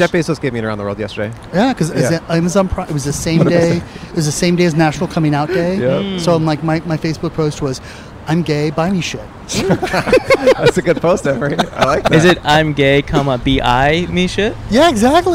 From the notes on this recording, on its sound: Recorded on 10/12/22 in front of Koontz Hardware in West Hollywood, CA.